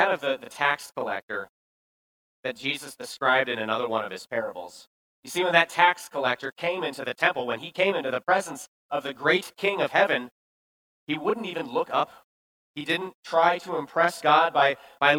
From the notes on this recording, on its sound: Preached this sermon at Bethany's Sunday worship. Appleton, WI.